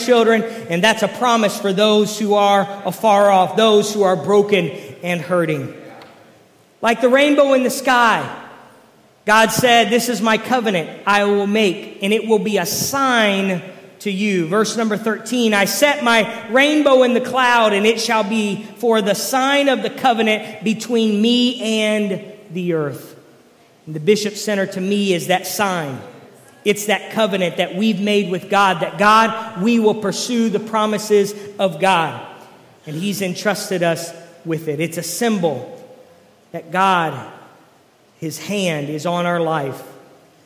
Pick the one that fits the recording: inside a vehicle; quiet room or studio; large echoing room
large echoing room